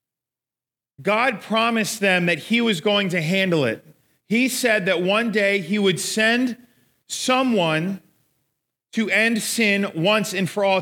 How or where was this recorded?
live audience